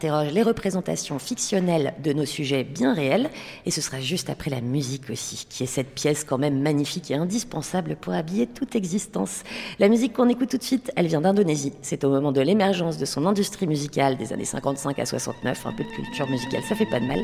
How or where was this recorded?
busy venue